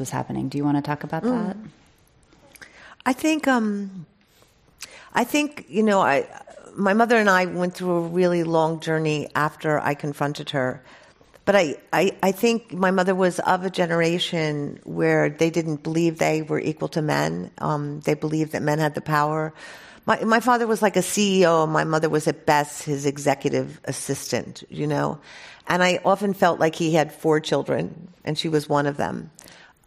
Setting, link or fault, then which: setting, live audience